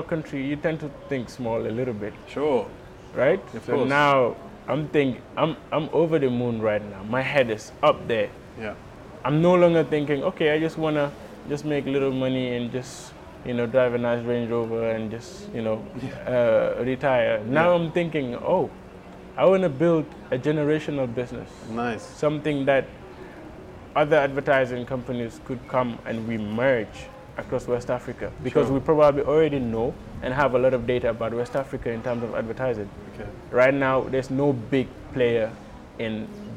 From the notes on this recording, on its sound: West African Summit Mini Series. Was recorded at the AfricArena West African Summit in June 2021, held at The Raddison Sea Plaza hotel in Dakar. Throughout the conference, I chatted to as many stakeholders as possible.